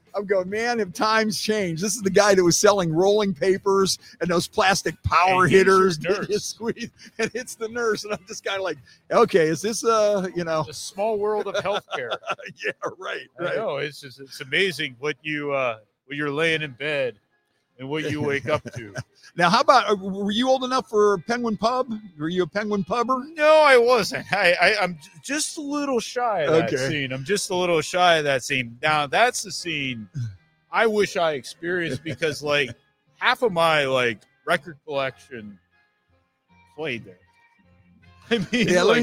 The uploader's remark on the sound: live from Penguin City Brewing!